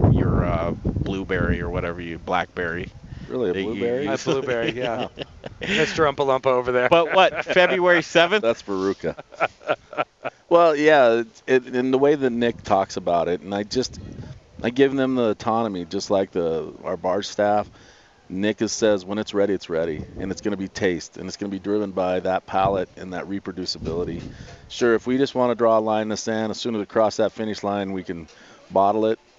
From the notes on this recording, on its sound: We're live from Rocker Spirits in Littleton Colorado!